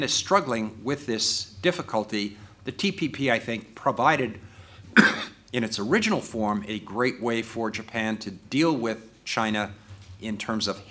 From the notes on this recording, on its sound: A public debate organized as part of the "New Strategic Issues in the Indo-Pacific Region" conference